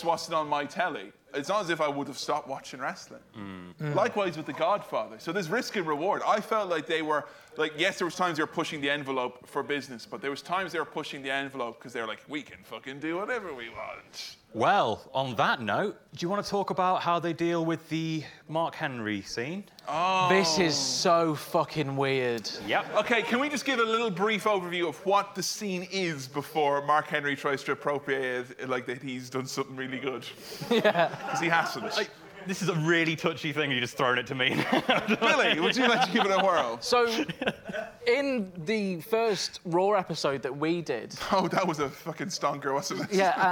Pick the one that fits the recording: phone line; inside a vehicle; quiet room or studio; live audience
live audience